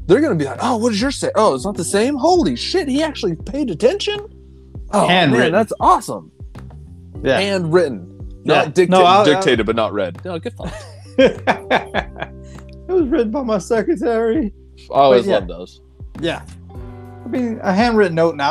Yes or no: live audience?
no